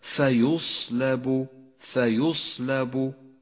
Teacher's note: والآن انتبه لصفة الهمس لحرف الصاد في كلمة فيصلب فيصلب. حرف الصاد هنا يحتاج إلى صفة الهمس، ويحتاج إلى صفة الصفير، ويحتاج إلى صفة التفخيم. يقرأ هكذا فيصلب فيصلب، تفخيم وهمس وصفير، فتنبه.